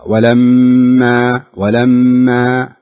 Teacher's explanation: حاول أن تقرأ الألف بالترقيق، لا تفخم ولا تقول ولما ولما، والميم كذلك لابد أن تقرأها مراققة، ولما ولما، فرق أن تقول ولما وبين ولما، لاحظتها؟